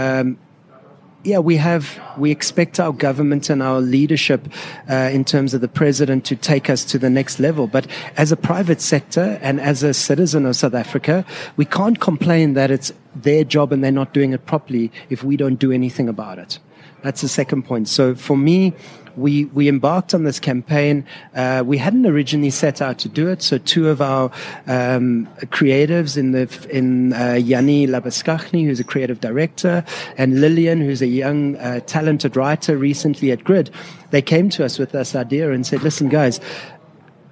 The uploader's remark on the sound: live inside one of their most recent design projects - the “Saint” restaurant in Sandton JHB